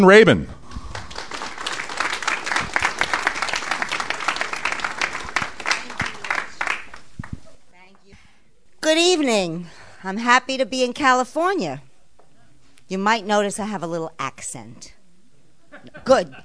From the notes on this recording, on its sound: In front of a live audience. This show is a recording of a live event.